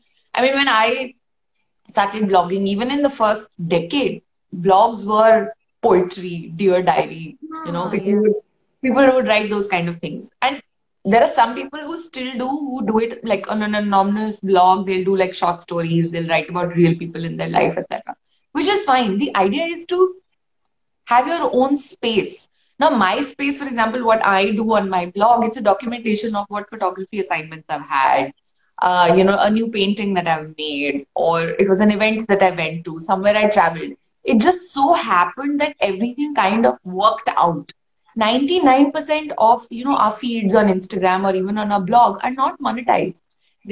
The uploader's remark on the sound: on Instagram Live